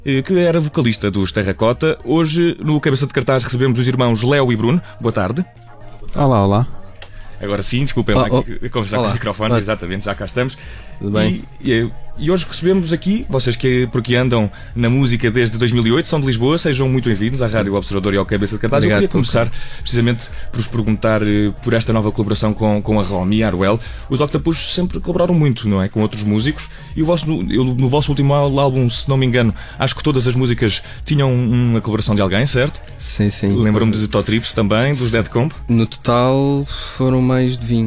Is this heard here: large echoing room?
no